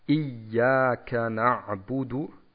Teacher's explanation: Hier ist beim Ja zu achten darauf, dass man ein Shadda, also eine Verstärkung, hineinbringt.